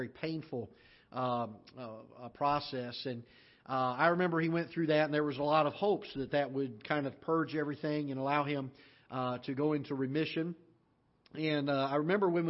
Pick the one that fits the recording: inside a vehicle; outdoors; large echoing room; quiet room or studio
large echoing room